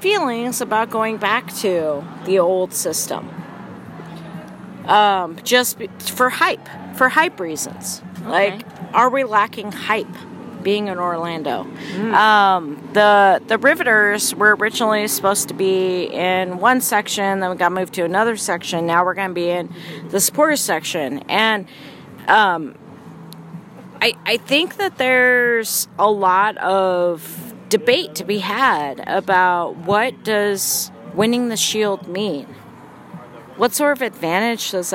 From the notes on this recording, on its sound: from outside Big Daddy's Roadhouse karaoke bar.